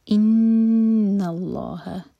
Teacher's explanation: نون پر شدہ تو نون پر غنہ کیا جائے گا، یعنی کہ ہم نون کو 2 سیکنڈس ہولڈ کریں گے